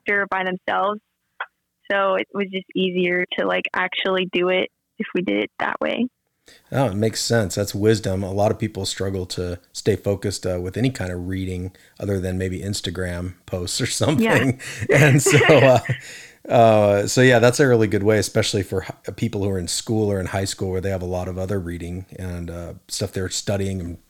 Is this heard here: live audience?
no